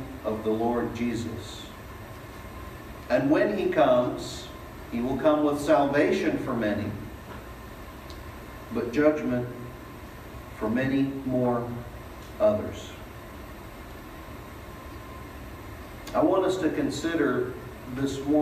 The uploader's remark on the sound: Delivered at East Eleventh Street Baptist Church